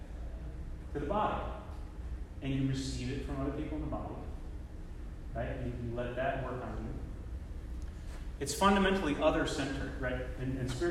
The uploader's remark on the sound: Apologies for the quality of the recording. There are some sections that are not very audible.